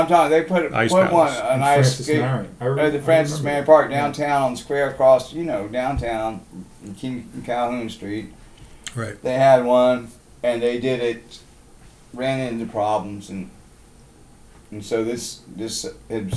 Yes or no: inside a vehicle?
no